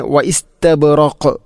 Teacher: വഖഫ് ചെയ്യുമ്പോൾ ഖാഫിനെ ശരിക്കും എടുത്ത് കാണിക്കണം, കാരണം അത് ഖൽഖലയുടെ അക്ഷരമാണ്, ഖുതുബുജദ് എന്ന ഈ അഞ്ച് അക്ഷരത്തിൽപ്പെട്ടതാണ്.